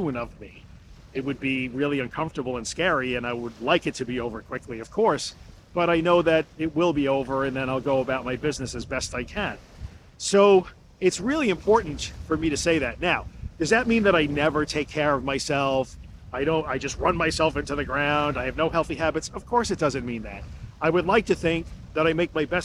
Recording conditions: outdoors